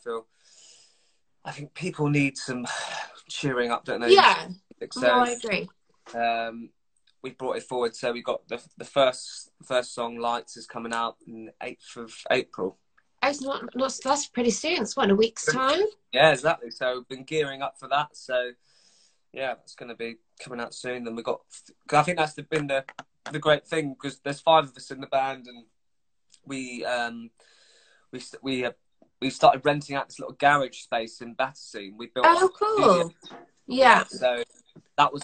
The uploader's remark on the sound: Sound quality will be lower due to being in lockdown